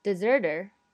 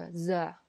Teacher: 那么在英式英语里呢，这元音后面这个 R 啊，大多数都是不发的。 · Shown in: second take